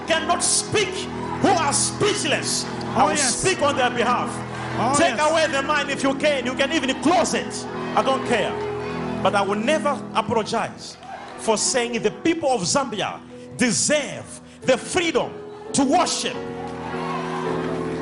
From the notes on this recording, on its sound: Sunday Live Service